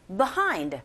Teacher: 그냥 아주 간략하게 behind 이렇게 뒷부분에 강세 줘서 발음한다